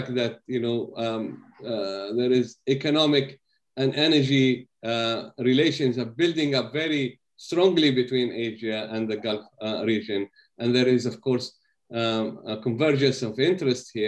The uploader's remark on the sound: This public talk was conducted online via Zoom